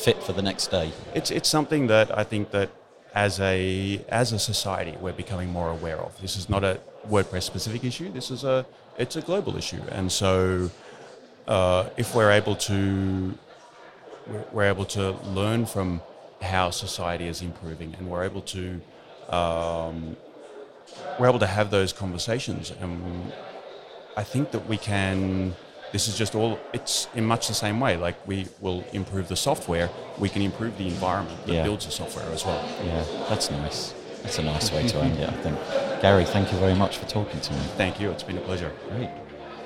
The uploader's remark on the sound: It’s one of the episodes that was recorded in the corridor at WordCamp Europe in Berlin this year and so the sound has a little background noise.